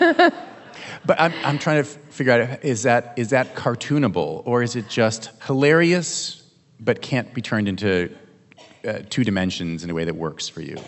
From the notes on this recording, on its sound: at the 2023 Portland Book Festival